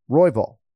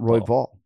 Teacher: you got to emphasize the first syllable here · Shown in: first take